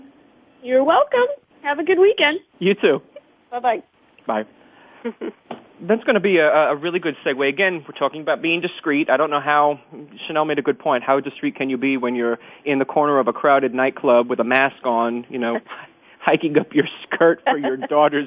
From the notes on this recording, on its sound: It's time again to open the phone lines to you